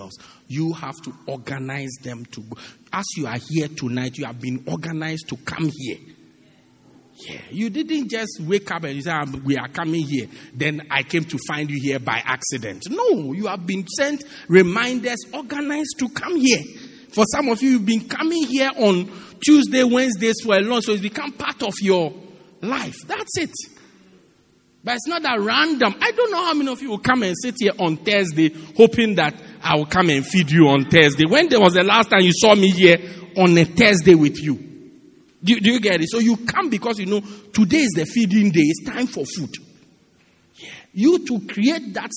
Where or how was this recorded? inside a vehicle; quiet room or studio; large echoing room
large echoing room